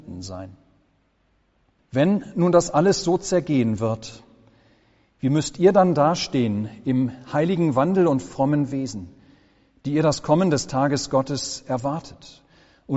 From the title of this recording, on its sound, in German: Gottesdienst